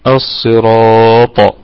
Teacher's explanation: في حالة الوقف تكون القلقلة قلقلة وسطى لأنها ساكنة متطرفة